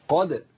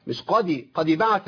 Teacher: الدال لا تمال الى الكسر · Shown in: first take · Term: القلقله